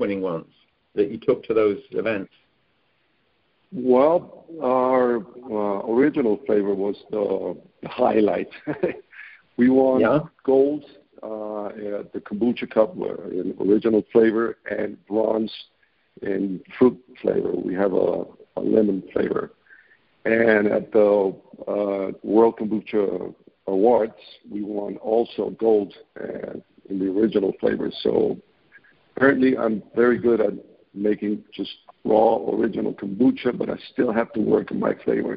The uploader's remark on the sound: I scheduled a phone interview